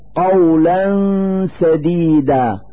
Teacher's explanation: نلفظ هاتين الفتحتين نونا ساكنة من مخرج السين من كلمة سديدا، فنقول: قولا سديدا، مع إظهار الغنة التي تدل على نون ساكنة.